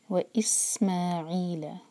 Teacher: سین پر whistling sound